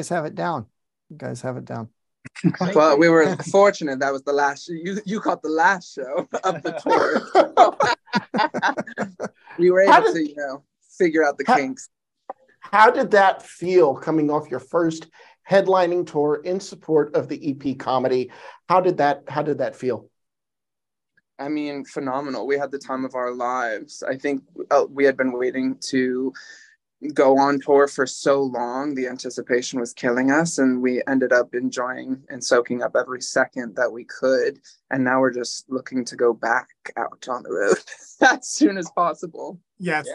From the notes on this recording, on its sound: Join us via Zoom from their LA-area rehearsal space a week after their tour wrapped.